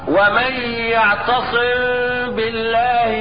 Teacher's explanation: اذا وقع بعد الميم الساكنة باء فحكم الميم الساكنة هنا الاخفاء الشفوي